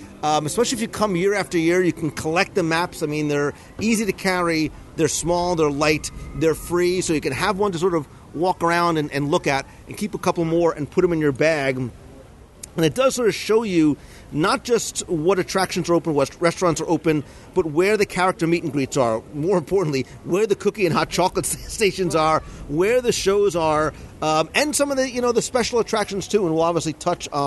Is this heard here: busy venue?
yes